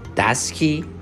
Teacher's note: Okay, when we are sure of the answer, when we are 100 sure about the answer, the voice goes down in the question tag